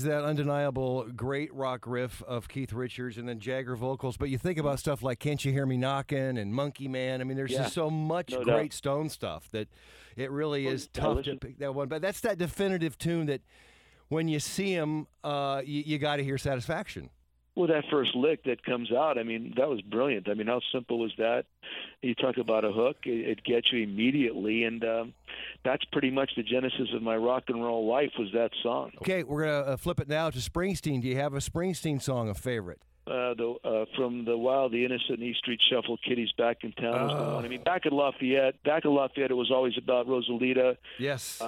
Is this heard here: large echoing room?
no